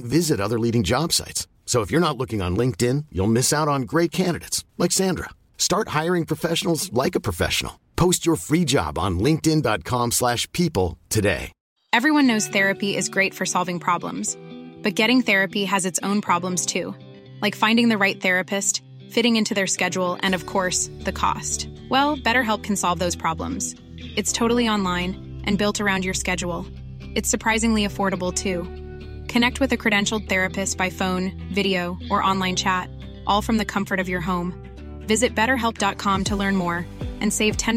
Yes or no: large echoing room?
no